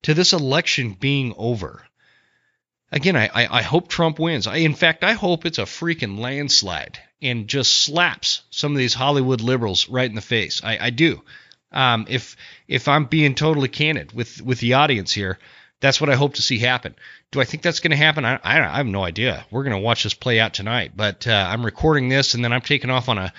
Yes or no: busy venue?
no